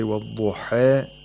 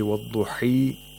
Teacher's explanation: Both of them have imala, while Warsh has taqlil, which means the aliful mad is more than the ya'ul mad · Shown in: first take · But for imala, it's half-half.